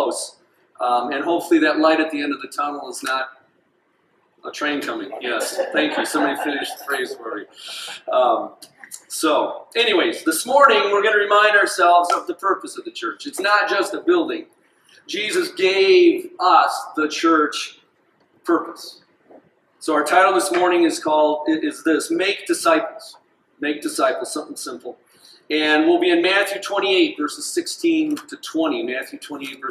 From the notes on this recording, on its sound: This sermon was delivered on January 21st, 2024 at Grace Church in Granger, Indiana.